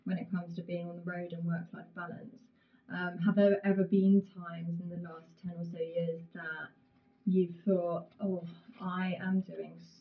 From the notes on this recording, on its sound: At The Ministry in partnership with Moving The Needle and Getahead ! We had some technical difficulties with recording this episode.